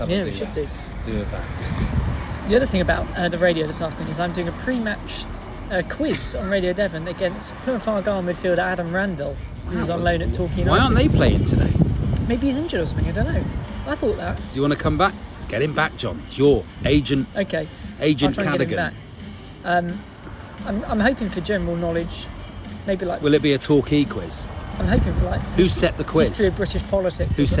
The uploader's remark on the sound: Live from Maidstone. This week's truncated (due to holiday) episode comes live from a pub in Maidstone...